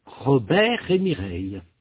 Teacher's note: Observez ce qui se passe quand on dit Robert et Mireille. Le T à la fin de Robert ne se prononce pas, mais le R se prononce. · Term: l'enchaînement consonantique